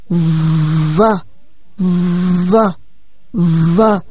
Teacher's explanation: Môi dưới đặt bên trong, dưới hàm răng trên. Ở đây vấn đề là thêm cái rung của thanh quản. · Term: âm V